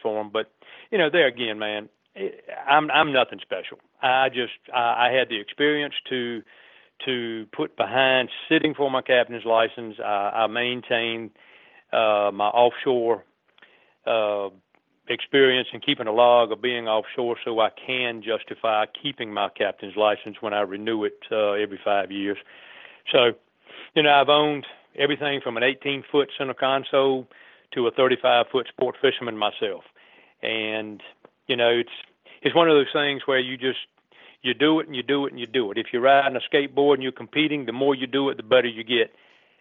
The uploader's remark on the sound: phones in to tell us